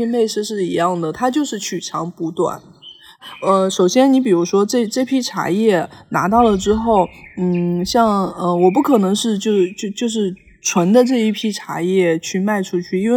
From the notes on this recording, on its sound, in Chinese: 本期节目录制于嘉宾位于杭州市西湖区翁家山的山中小院。因在室外，偶有风过风铃，常伴春日鸟鸣，倒水泡茶的声音自然也不会缺位。播客录制于兴起之时，来不及注意诸多细节。